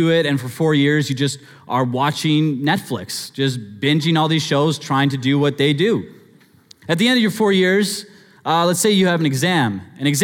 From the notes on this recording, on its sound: Sermon Audio From Northview Young Adults